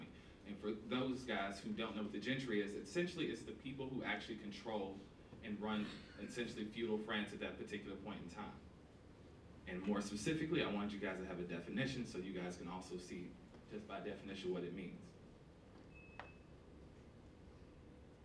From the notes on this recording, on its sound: This playlist is a full audio version of the November 20th, 2014 Harvard Kennedy School event